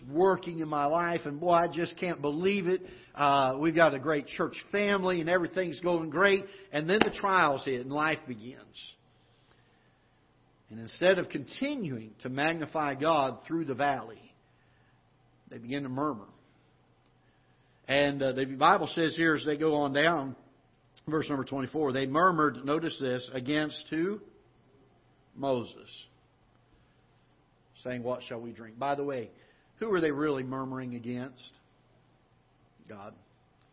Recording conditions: large echoing room